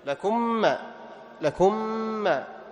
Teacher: ميم ساكنة بعدها ميم، فهنا ندغم الميم في الميم، ويسمى إدغام متماثلين صغير كما تقدم معنا، إدغام متماثلين صغير.